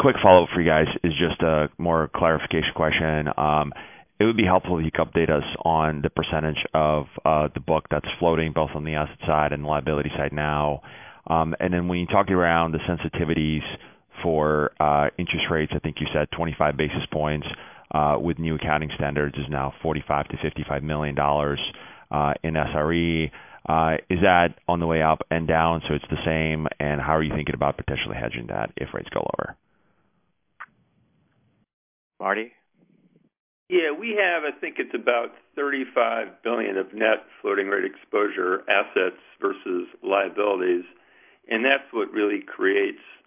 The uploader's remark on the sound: Athene Fixed Income Investor Conference Call